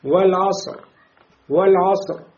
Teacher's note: Сод муфахам, полный широкий звук. После него ро приходит с сукуном. Вот этот сод влияет на ро, и ро становится муфахам.